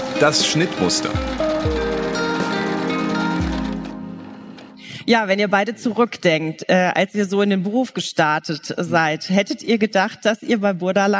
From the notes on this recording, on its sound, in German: live auf dem Talksofa der h+h cologne 2023